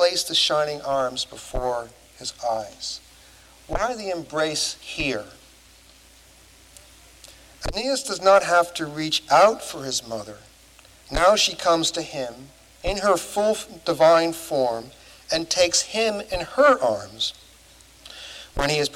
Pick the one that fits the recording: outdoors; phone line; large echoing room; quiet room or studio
large echoing room